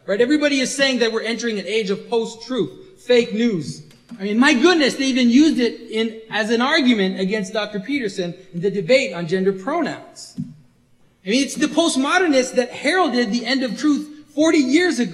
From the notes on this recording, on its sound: This was recorded at the Resurrection of Logos event in Toronto, March 2017. This was recorded at the Resurrection of Logos event in Toronto, March 2017.